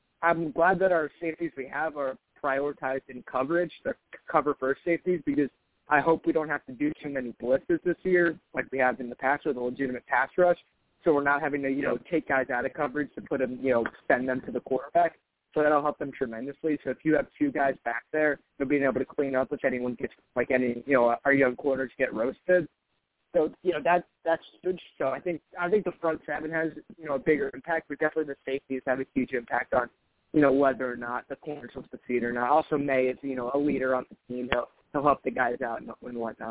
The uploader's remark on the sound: I take live callers!